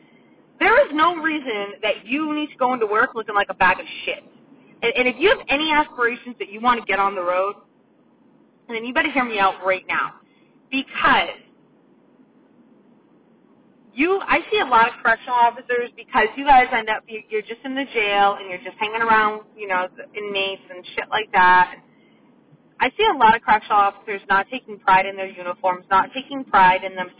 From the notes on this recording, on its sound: The audio isn't wonderful in this episode... Its one done in my car- sorry!